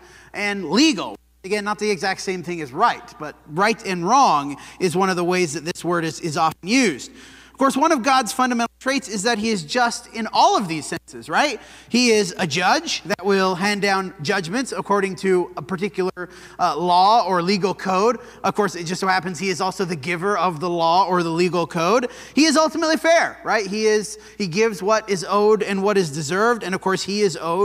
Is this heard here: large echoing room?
yes